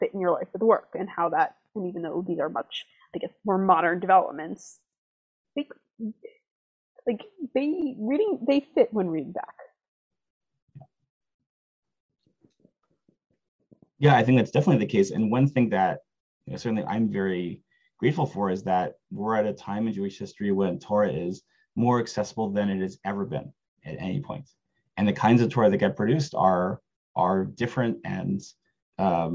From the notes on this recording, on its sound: This audio was originally captured from Zoom.